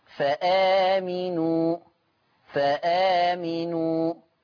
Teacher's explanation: هل الهمزة دي اعتراها شيء؟ ما اعتراهاش شيء، لذلك الهمزة محققة